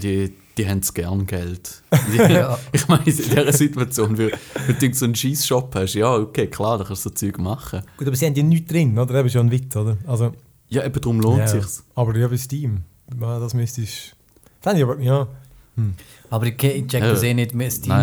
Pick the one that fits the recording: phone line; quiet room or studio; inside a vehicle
quiet room or studio